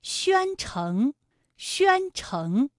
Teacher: 宣城的宣字就是一个前鼻音，有前鼻韵母渊，城是后鼻音，有后鼻韵母嗯 · Term: 前后鼻韵母